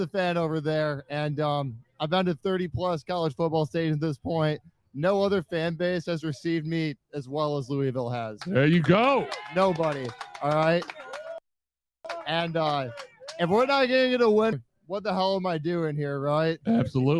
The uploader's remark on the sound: Coming to you live from the Collision Course Crew Tailgate! Goes live via Restream. We celebrated live from the Collision Course crew Tailgate with great food and drinks alongside great friends and music.